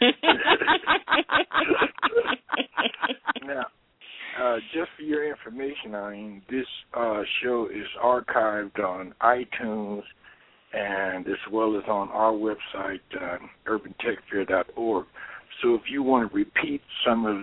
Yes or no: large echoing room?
no